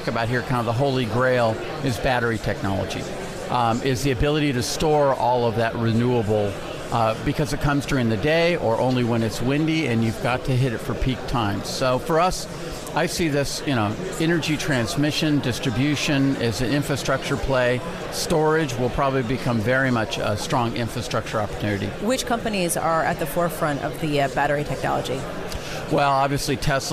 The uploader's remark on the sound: Live from the 2017 Future of Energy Summit